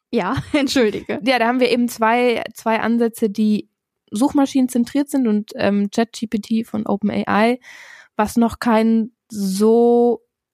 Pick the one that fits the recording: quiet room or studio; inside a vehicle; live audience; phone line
quiet room or studio